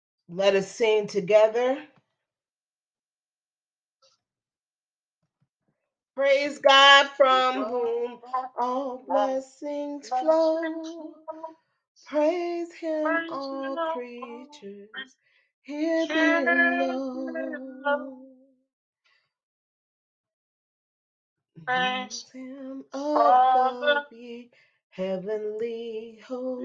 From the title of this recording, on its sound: Church Service for October 9, 2022.